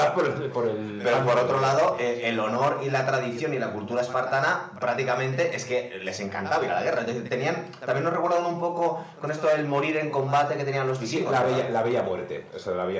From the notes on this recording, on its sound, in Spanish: HEMOS TENIDO PROBLEMAS CON LA GRABACION ASI QUE EL AUDIO ES BASTANTE REGULERO